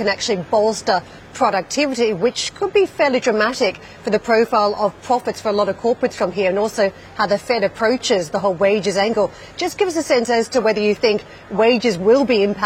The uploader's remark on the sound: We are live at Vivatech in Paris